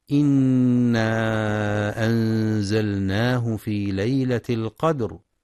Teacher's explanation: المستمعون الكرام، في سورة القدر: بسم الله الرحمن الرحيم، إنا أنزلناه في ليلة القدر، ينتبه القارئ لغنة النون المشددة في إنا وللمد المنفصل وللإخفاء الحقيقي في أنزلناه مع مراعاة قلقلة الدال في القدر وتفخيم الراء عند الوقف